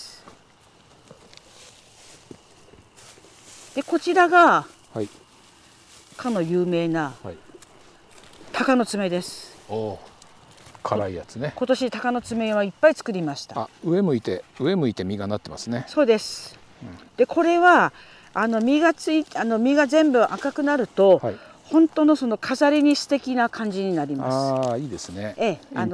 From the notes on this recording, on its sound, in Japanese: 久しぶりの畑からの現場レポート。